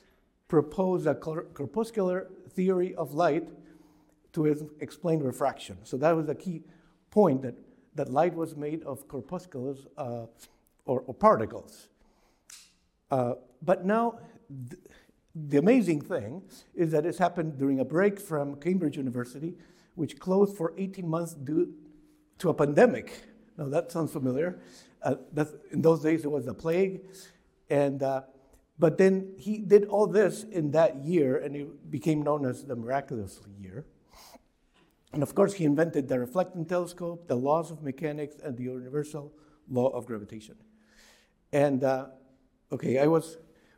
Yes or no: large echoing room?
yes